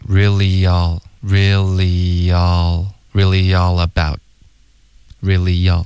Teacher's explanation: Really 跟 all 之间会添加一个 y 的音 · Term: 连读